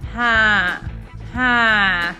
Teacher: You hear that very, very nasal sound.